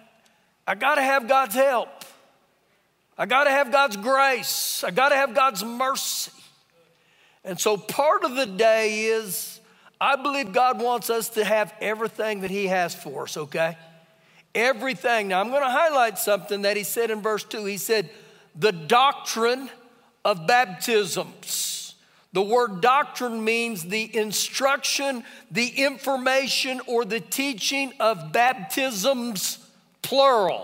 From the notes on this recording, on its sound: Recorded live during our Sunday morning service